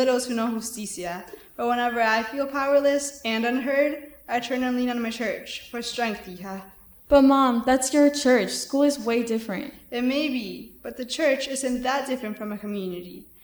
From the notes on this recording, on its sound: Recorded live at the Phipps in Hudson, WI during the StoryArk Festival 2019.